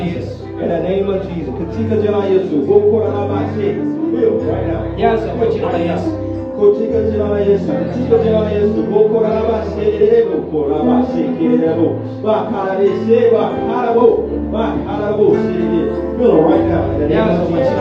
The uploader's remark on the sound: Preached at a great church in Zanzibar, Tanzania.